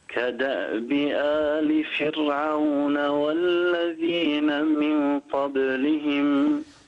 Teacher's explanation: الراء هنا ساكنة وقبلها مكسور، دائما كلمة فرعون الراء فيها مرققة